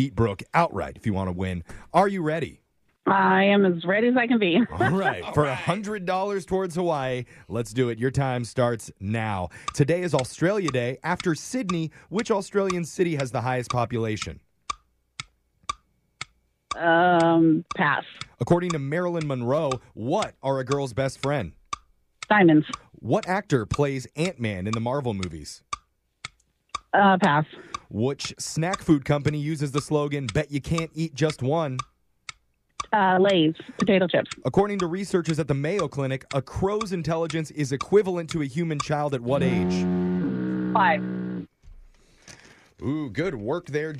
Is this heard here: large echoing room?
no